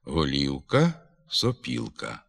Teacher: З найменшим нахилом до «у» вимовляється звук «о» перед наголошеним складом із звуком «і».